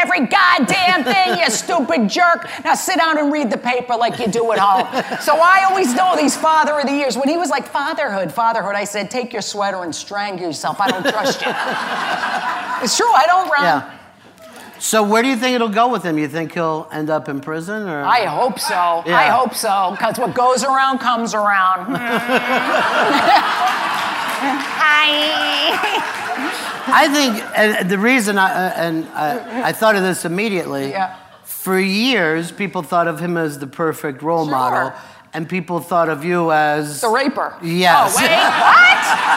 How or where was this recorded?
live audience